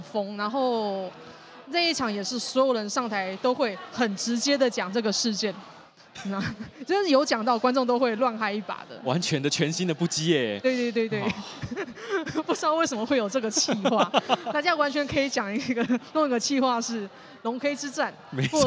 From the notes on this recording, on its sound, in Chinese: 這一集出外景！來到台南講open mic，表演完立刻就在肯德基錄podcast！